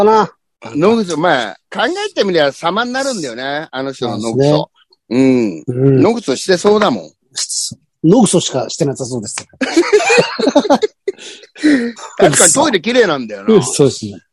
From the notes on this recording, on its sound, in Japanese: ZOOMで収録